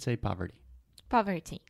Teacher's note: when you start speaking faster, that T will get softer and softer.